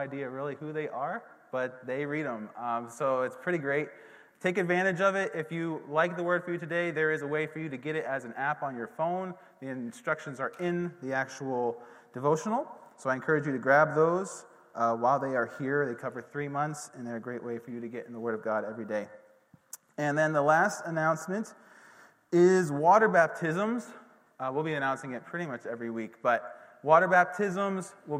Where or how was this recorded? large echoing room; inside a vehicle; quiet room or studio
large echoing room